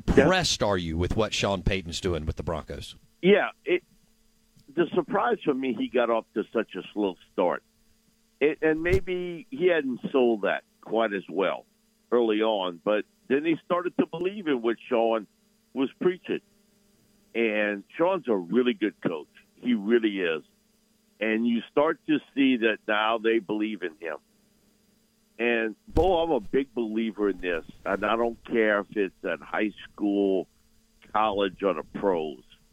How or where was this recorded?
phone line